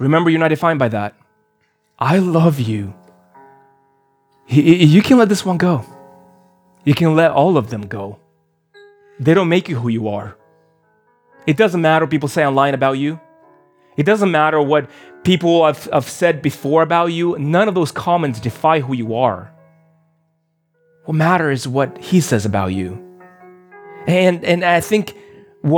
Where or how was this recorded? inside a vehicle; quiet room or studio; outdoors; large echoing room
large echoing room